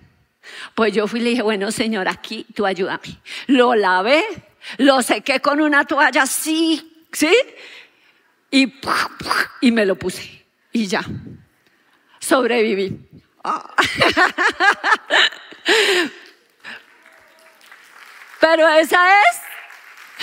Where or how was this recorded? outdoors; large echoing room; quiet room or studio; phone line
large echoing room